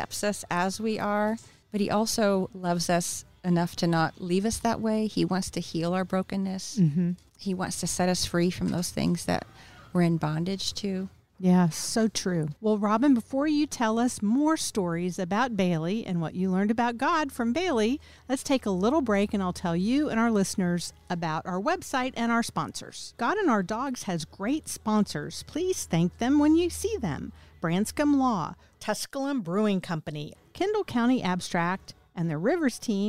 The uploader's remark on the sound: Recorded at Wheelers Western Outfitters